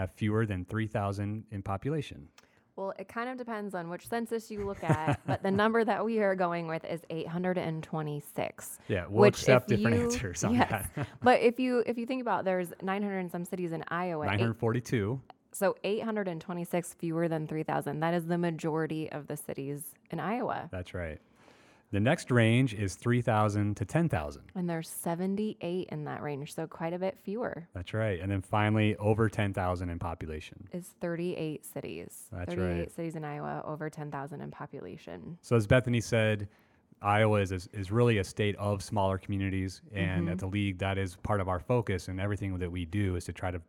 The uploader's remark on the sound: We took The Square on the road! This month's episode features interviews with city officials in the Exhibit Hall at the 2018 Annual Conference & Exhibit in Council Bluffs.